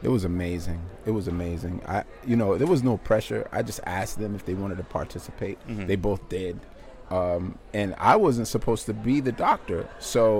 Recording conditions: busy venue